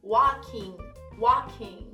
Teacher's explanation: Andando, o L também é mudo · Term: o L é mudo